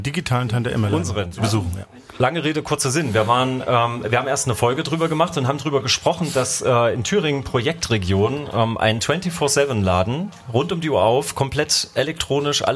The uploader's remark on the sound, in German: LIVE 01-Cafe Füchsen, Juli 2022. In einer Live-Veranstaltung ihrem Publikum. In kuscheliger Café-Biergarten-Atmosphäre. Laden das Publikum später zu einer Art Mitmach-Q&A ein.